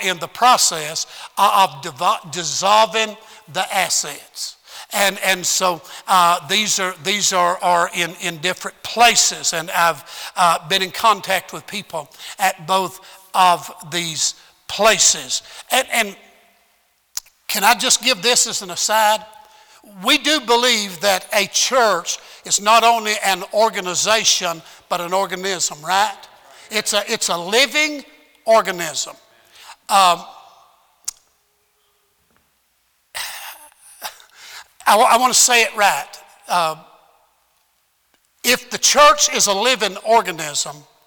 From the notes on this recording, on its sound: At Heritage Baptist Church, Lawrence Kansas on Sunday AM.